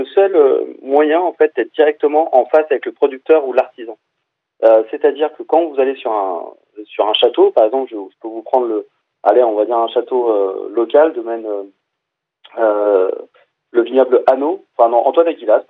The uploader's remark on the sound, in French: nous avons pu avoir par téléphone